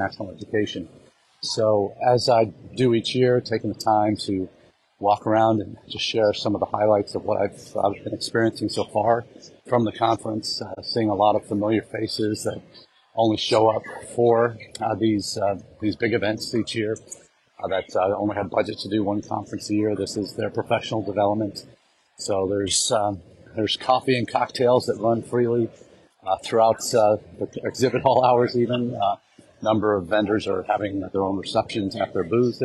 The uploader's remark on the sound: Our #intled #livechat comes to you from the Expo Hall at #NAFSA2023.